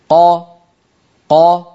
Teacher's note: المخرج كان مقفولا وانفتح